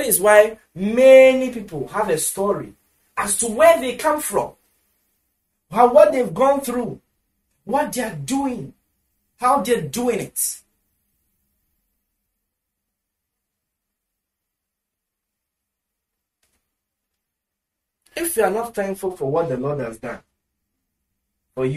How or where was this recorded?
large echoing room